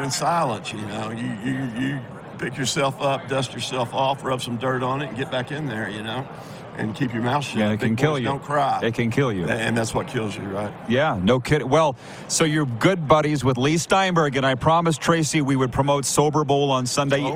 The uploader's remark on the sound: Live from Radio Row at Super Bowl 58! LIVE from Radio Row at Super Bowl in Las Vegas, Nevada!